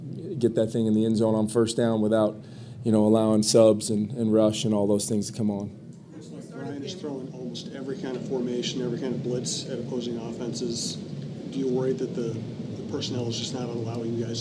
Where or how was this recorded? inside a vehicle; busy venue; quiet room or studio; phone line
busy venue